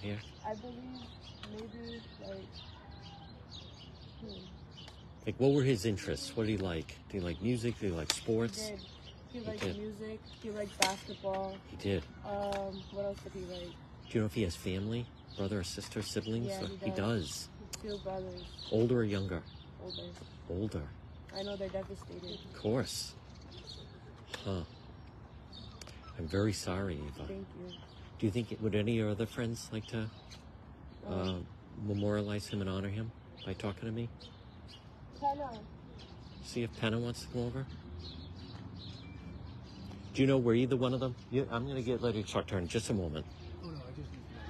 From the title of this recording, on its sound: on-the-scene Livestream in Chad Brown